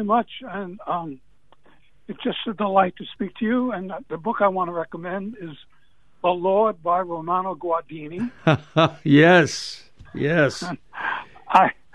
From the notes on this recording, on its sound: We're opening up the phone lines today!